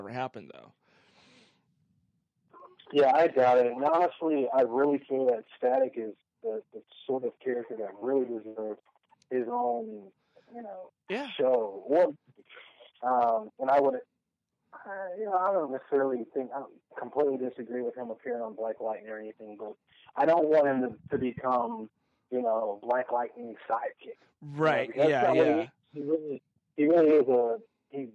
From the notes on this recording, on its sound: On the phone